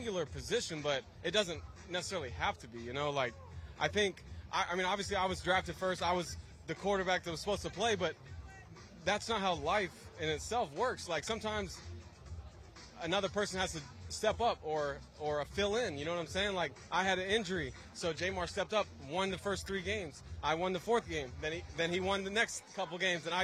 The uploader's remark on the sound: LIVE on the field in Canton, Ohio